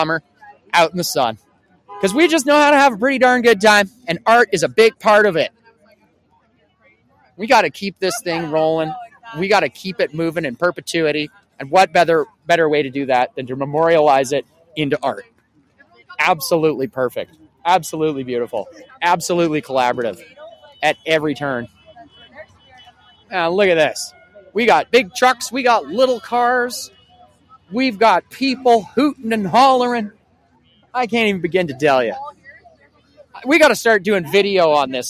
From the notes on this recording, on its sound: Live From the BIG SKIS. Broadcasting the People Live from the visitor center of 100 Mile Horse!